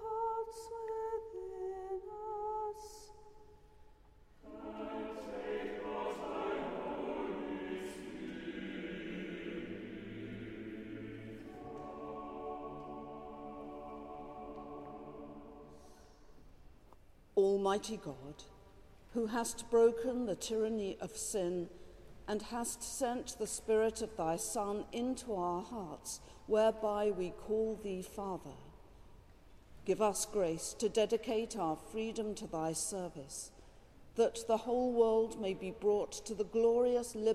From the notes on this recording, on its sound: Has been collated from archive live music recordings together with prayers, sermon and readings for the appointed day specially recorded in church and in people's homes.